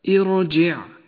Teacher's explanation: هكذا ارجع أما الراء فهي راء مفخمة ولذلك لونت بالأزرق الغامق فخمت الراء في هذا الموضع لأنها سكنت وقبلها كسر ولكنه كسر غير أصلي